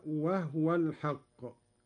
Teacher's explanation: قرأ قالون بإسكان الهاء هكذا: وهو الحق. إلى الهدى ائتنا لجميع القراء إذا وقفنا على قوله تعالى الهدى.